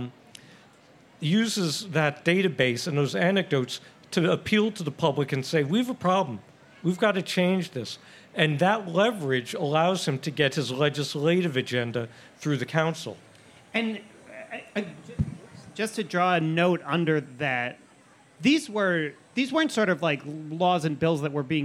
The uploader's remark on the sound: Forum at the Fair. A special Westminster Town Hall Forum recorded at the Minnesota State Fair. The program was recorded in front of a live audience at the Minnesota State Fair.